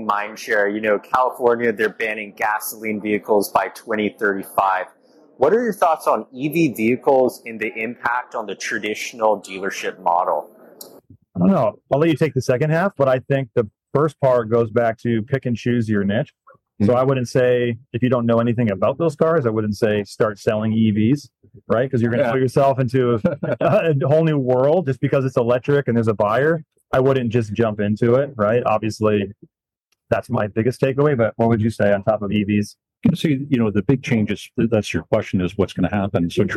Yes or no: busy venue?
yes